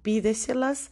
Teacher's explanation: Tenemos otro ejemplo ahí como la pídeselas y ahí también la sílaba tónica es el pi y también es acentuado. Entonces, a partir de la antepenúltima, todas llevan acento.